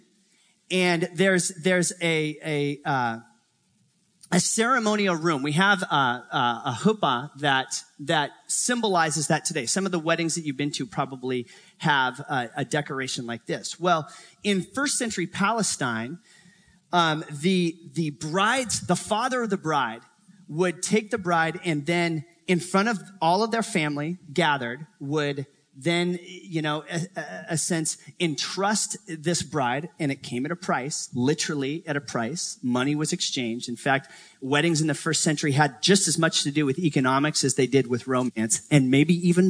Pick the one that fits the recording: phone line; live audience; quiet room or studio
live audience